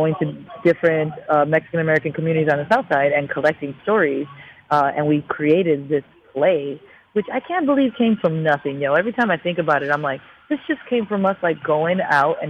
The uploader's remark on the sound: phoned